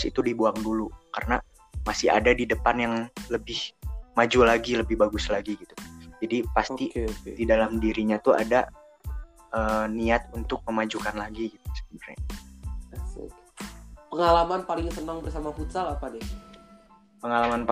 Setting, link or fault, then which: fault, drop-outs